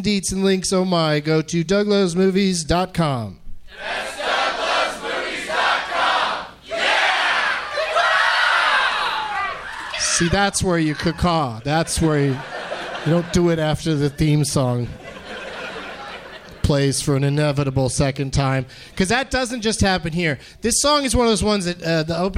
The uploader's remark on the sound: Live from the Helium Comedy Club in Portland